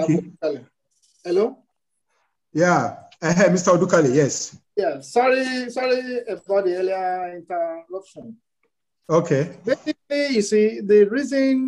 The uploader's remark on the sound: presentation at the Mass Metering Webinar + Q&A